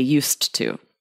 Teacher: The D and the T, these two sounds are too close together that if we're talking, they become one. And the T is more powerful and it takes over. · Term: elision